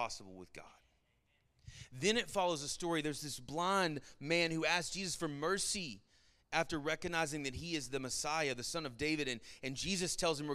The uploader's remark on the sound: Sermon Audio from our Worship service